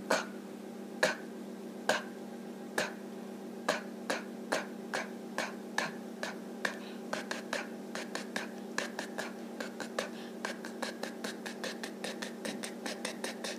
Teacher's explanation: the back of the tongue is going to spring away from the soft palate in a k